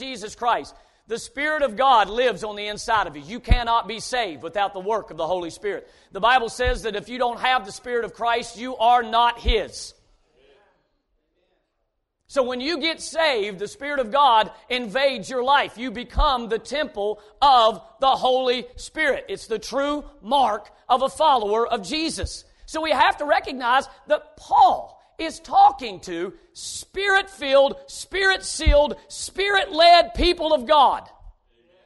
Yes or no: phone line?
no